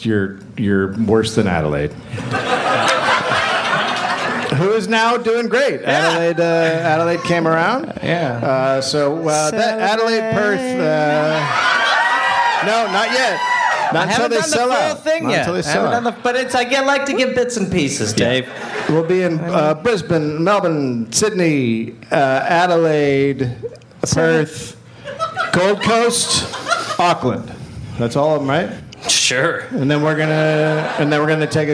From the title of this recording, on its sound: Live in Durham, NC